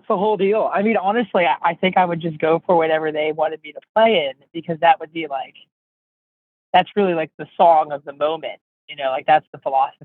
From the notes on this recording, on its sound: In a phone interview